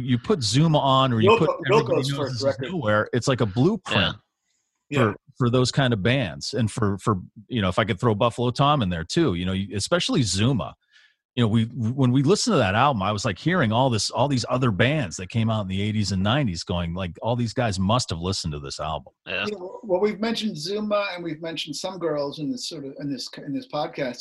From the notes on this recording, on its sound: we got to zoom it up